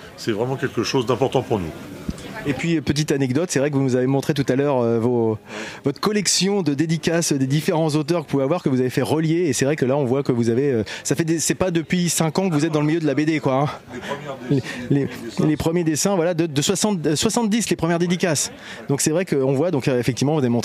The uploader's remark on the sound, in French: L’EntrePod a de nouveau été convié à participer au festival de la BD de Dieppe qui s’est déroulé sur le front de mer, pour la 2e année consécutive. Nous n’avions pas de stand et je suis donc allé réaliser un épisode de « L’EntrePod de balade » en configuration nomade, prêt à dégainer le micro selon les opportunités !